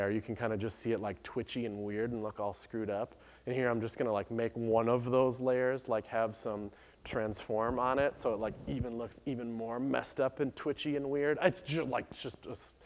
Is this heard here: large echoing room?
yes